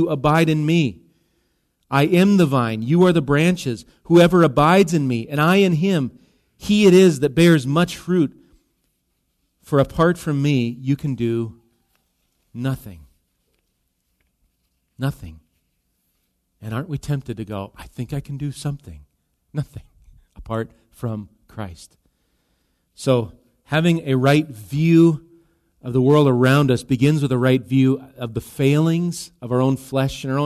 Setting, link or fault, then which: setting, large echoing room